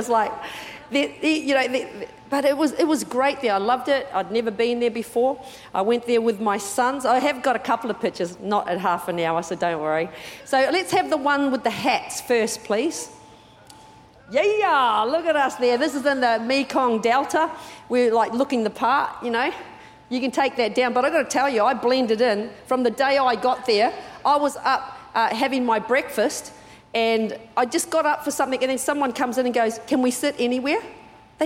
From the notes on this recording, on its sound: Recorded during our 9am service